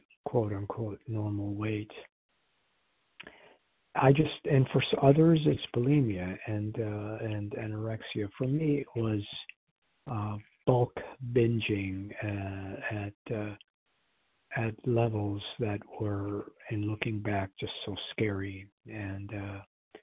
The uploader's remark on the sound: Qualification from the 100 Pounders Phone Meeting.